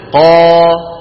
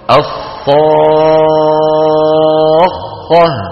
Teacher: لاحظوا بأن مقدار المد ثلاثة أضعاف الطبيعي · Term: المد اللازم